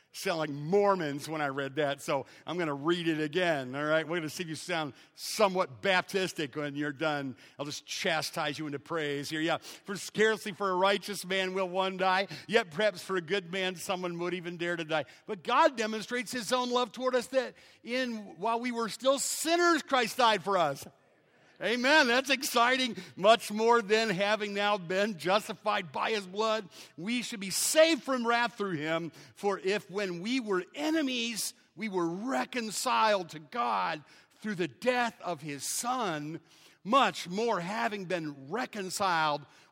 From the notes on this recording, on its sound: Preached on May 18th, at 11:00 AM at Evangel Baptist in Taylor, Michigan.